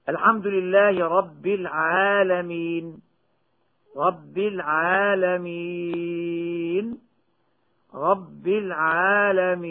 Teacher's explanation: العارض للسكون المنصوب أي الذي آخره فتح، فيه ثلاثة أوجه: هي المد بمقدار حركتين بالسكون المجرد، أو بمقدار أربع حركات، أو بمقدار ست حركات · Term: المد العارض للسكون